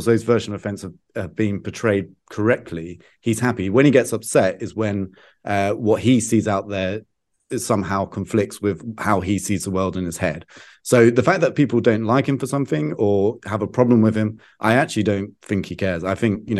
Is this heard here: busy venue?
no